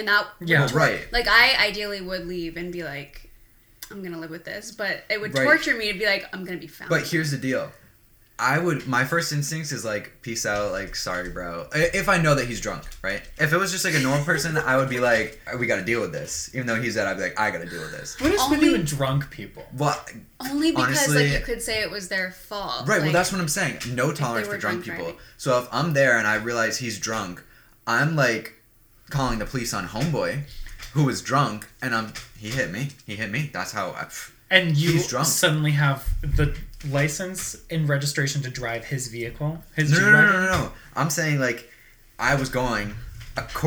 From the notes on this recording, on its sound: The audio levels are a little funky in this one